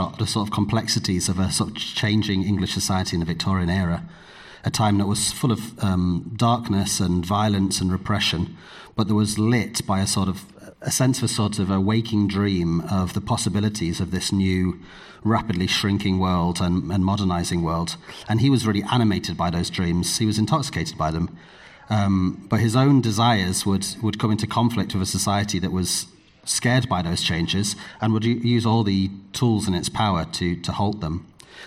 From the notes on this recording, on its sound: Live from Podfest Berlin. Recorded live at Podfest Berlin in October 2023.